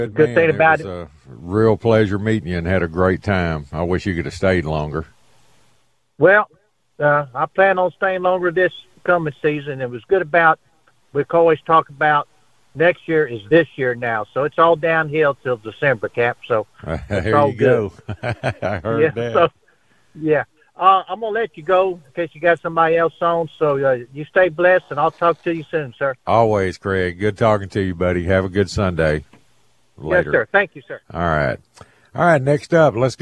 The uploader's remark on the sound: We also open the phone lines.